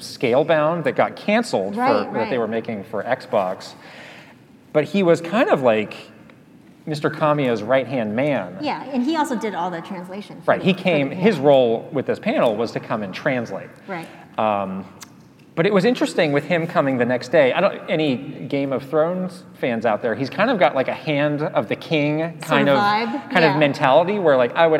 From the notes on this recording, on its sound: LIVE from PAX West 2022. To do it at a live show with some of you in person was absolutely amazing. We also answer some of your questions live. Answering live questions from our amazing PAX audience. Here are the questions asked, in case you have any trouble hearing them!